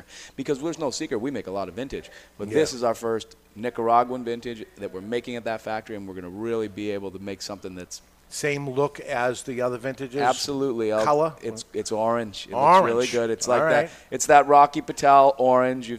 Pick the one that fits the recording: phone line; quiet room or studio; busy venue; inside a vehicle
busy venue